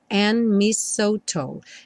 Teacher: O dedo and não é pronunciado, então a letra N já junta direto no M.